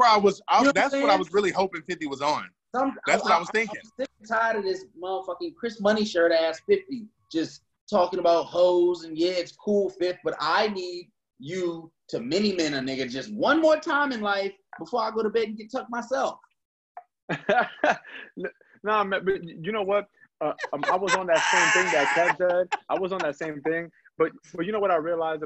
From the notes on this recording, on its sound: Reporting live from Cooney Island by way of Zoom. Reporting live from Cooney Island by way of Zoom.